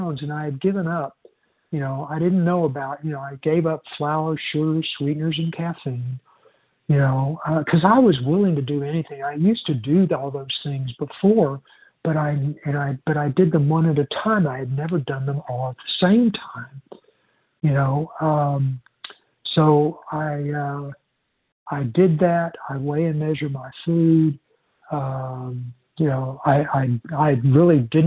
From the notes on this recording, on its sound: 100 Pounders Phone Meeting.